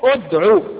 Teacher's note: وإنما تقول أدعو بضم الهمز